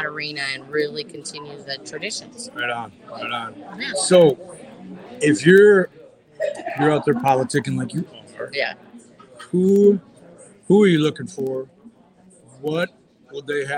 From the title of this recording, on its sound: Live at The Broken Spoke Saloon